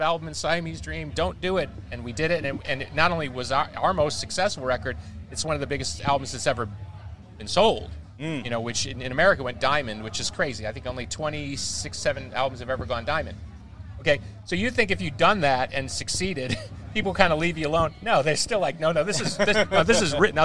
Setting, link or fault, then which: setting, busy venue